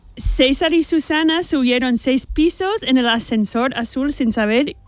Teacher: Ceseo es decirlo todo con C. En vez de S.